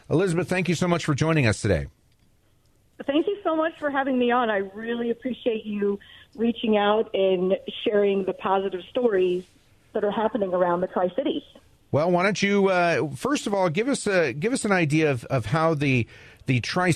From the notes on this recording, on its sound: Special phone guest